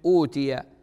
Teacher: والذي يجانس الضمة هو الواو، فتصبح أوتي، همزة يليها واو